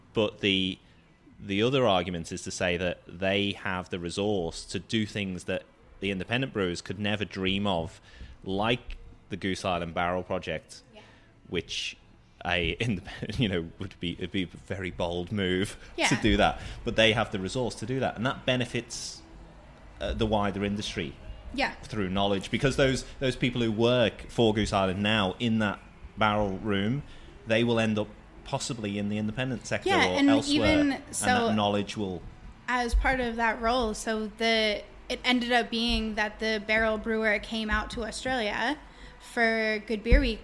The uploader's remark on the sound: This podcast was recorded at The Prince Alfred, Port Melbourne. This podcast was recorded at The Prince Alfred, Port Melbourne.